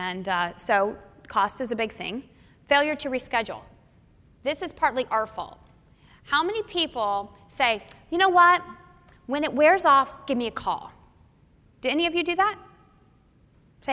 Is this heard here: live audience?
yes